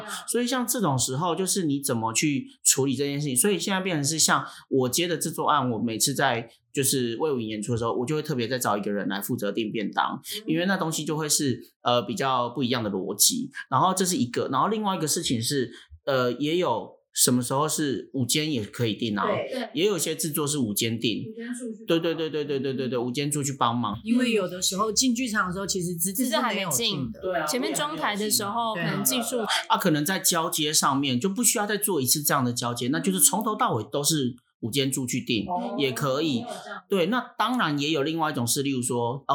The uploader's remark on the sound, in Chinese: 這集因為現場設備的問題，大家聽起來會有一些神秘空間的感覺